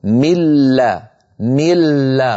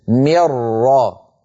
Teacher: فإن النون تتحول بجزئيها اللساني والخيشومي إلى الحرف الآتي بعدها، سواء كان الحرف الآتي لاما أو راء. ملا ملا ولا يبقى من النون شيء، مرا يصير النطق براء مشددة ولا يبقى من النون شيء. · Term: إدغام كامل